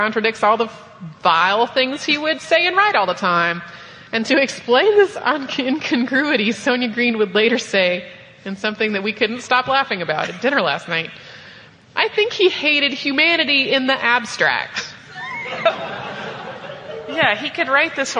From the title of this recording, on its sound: Live From Salt Lake Comic Con FanX